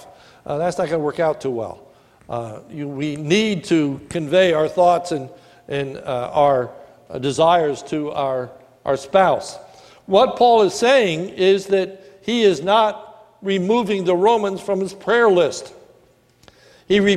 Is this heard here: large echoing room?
yes